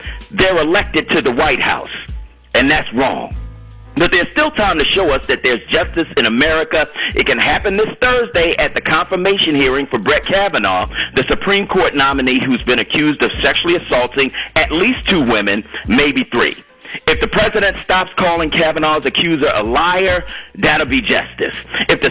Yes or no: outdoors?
no